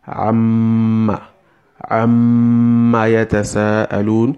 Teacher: when you say you close your lips, then the remaining humming sound comes out from your nose because your lips is closed. So your nose makes the remaining sound for the gunna.